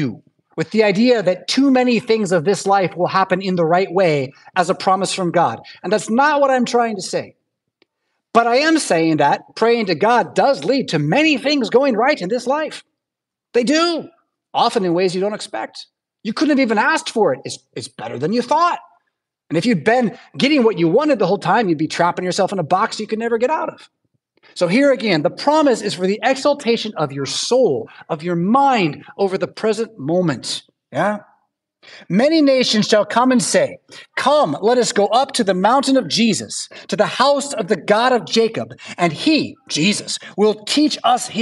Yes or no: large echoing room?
yes